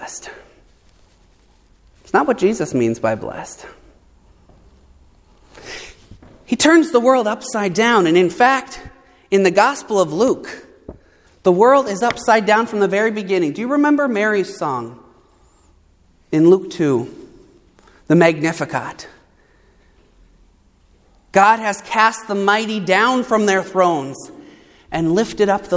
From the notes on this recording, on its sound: preached at Saint Mark Lutheran Church in Morristown, NJ and Good Shepherd Lutheran Church in Florham Park, NJ